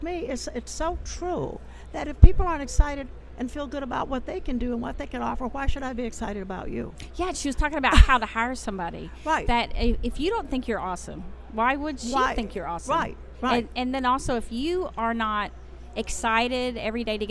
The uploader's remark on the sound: BROADCAST LIVE FROM THE SAGE SUMMIT 2015 IN NEW ORLEANS, LOUISIANA